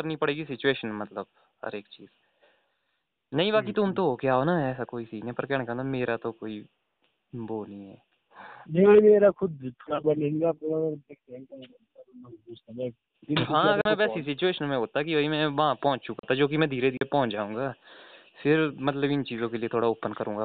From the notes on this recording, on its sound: A phone talk.